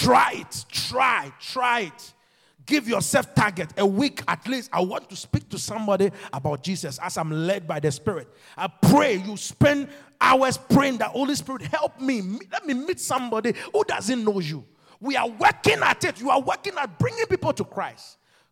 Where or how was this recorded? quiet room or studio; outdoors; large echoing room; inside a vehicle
large echoing room